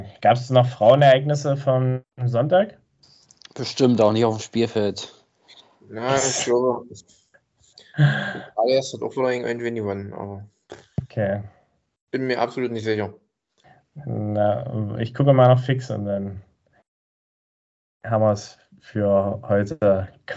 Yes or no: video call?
yes